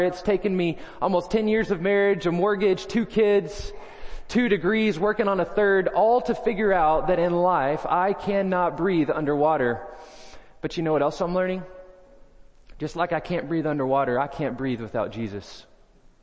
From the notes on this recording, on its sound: First Baptist Belton Tx Sunday Morning Sermon